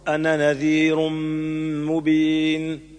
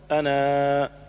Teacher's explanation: أولا ألف أنا، حيثما كانت في القرآن مثل أنا نذير تقرأ وصلا أنا نذير مبين، وتقرأ وقفا أنا، ويوقف عليها بالألف مدا طبيعيا · Shown in: second take